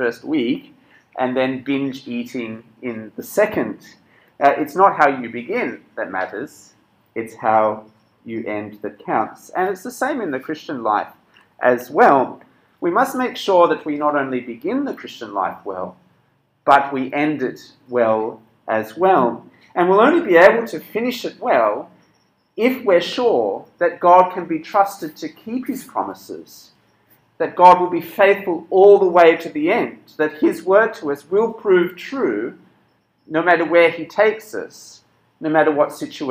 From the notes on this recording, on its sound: This sermon was preached at Cross & Crown Penang on 6th February 2022.